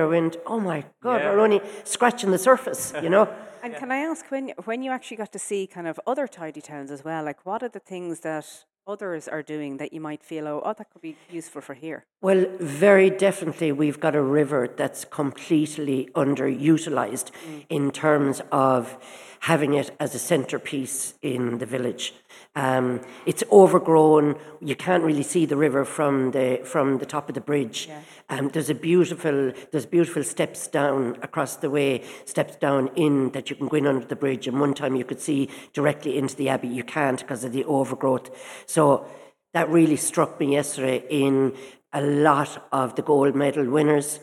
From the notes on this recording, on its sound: LIVE FROM Quin Community Centre